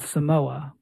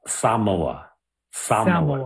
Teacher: More of like an emphasis on the first syllable. · Shown in: second take